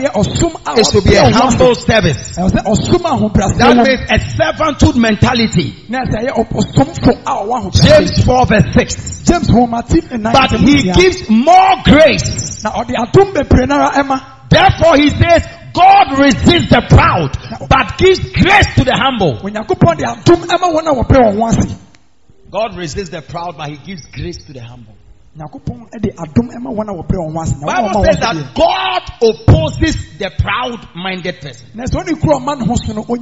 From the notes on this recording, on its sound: Preached At The Miracle Arena